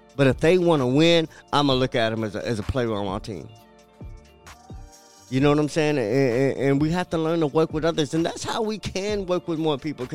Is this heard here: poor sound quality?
no